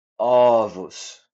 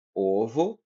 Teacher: Exemplo: ao pronunciar a palavra ovo no singular, o som da primeira vogal é fechado. Porém, ao pluralizá-las, teremos o som aberto, que seria ovos. · Shown in: first take